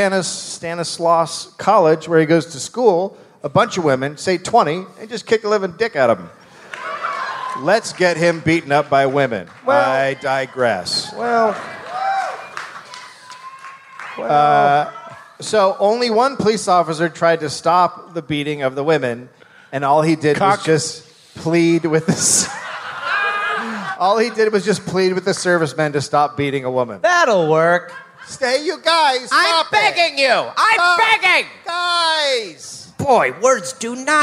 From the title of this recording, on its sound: Live in Detroit